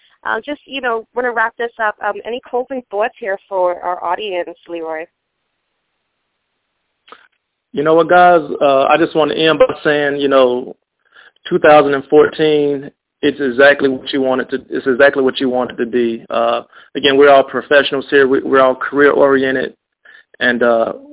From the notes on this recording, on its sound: On today’s cast we have two extraordinary guests on the line